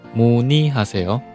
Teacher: 第二个字呢，辅音变成느，然后呢，元音变成单元音一